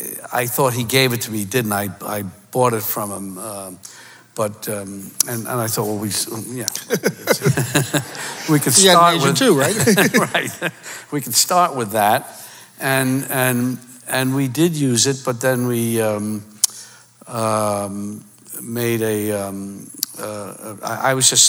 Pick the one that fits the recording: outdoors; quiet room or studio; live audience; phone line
live audience